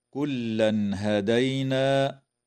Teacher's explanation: إظهار حلقي للتنوين عند الهاء في قوله تعالى: كلا هدينا